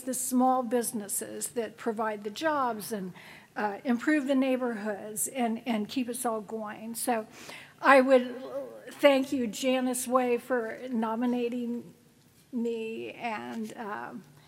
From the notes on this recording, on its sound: speech from the 2023 Kentucky Entrepreneur Hall of Fame ceremony in Lexington, KY on November 2, 2023.